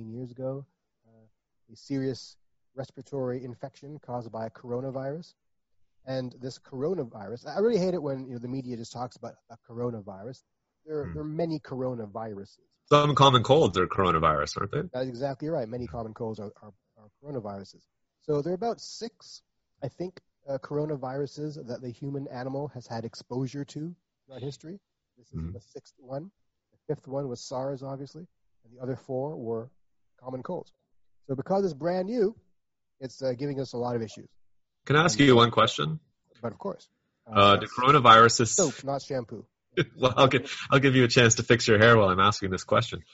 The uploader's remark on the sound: The audio was rendered from that Zoom video call so it is, shall we say, less than ideal.